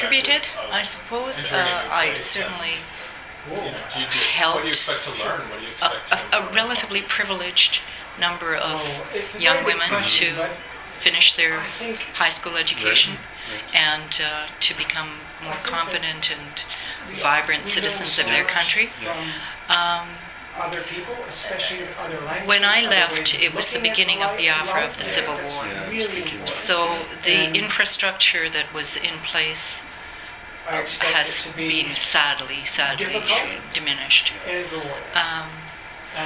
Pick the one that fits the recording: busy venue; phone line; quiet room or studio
busy venue